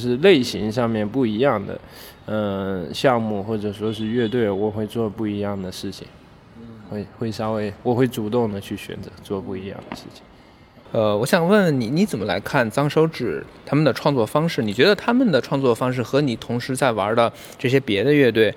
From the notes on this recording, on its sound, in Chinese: 2021年6月5日北京疆近酒现场录音